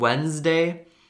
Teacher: You can hear the second D, but the word Wednesday, uh, the first D is silent, and also there is like a there's like a Z sound, which is sort of weird because it's supposed to be an S sound